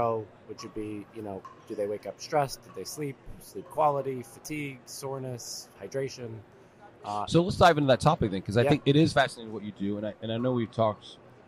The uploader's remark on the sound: Live from the USC Convention